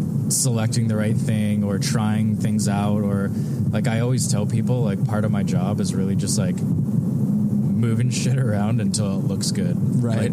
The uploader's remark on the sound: This chat that I had with the rest of the guys in my band. While we were on the road in December in Canada.